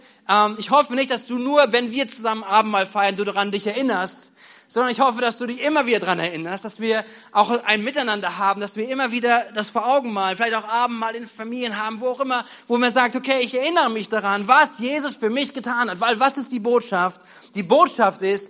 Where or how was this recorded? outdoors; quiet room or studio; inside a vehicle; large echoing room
large echoing room